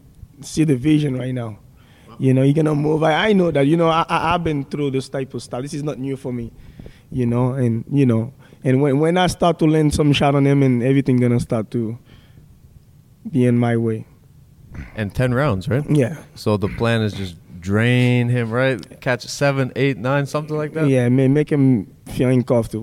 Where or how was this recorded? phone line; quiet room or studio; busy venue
busy venue